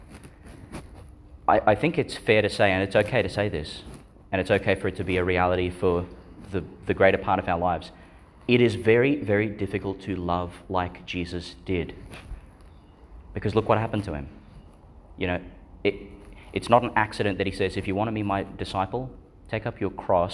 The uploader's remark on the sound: delivered at Our Lady Star of the Sea Church, Gladstone, Qld.